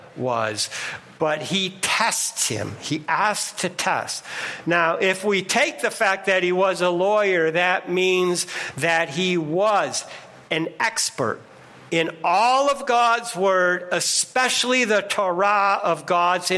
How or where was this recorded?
large echoing room